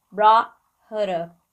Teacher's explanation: Aqui é o brought e a gente vai segurar o T.